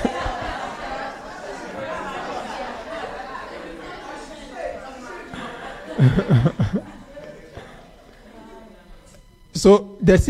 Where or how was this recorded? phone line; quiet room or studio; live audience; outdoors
live audience